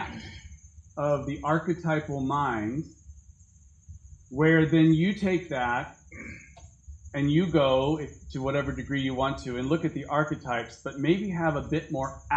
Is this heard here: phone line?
no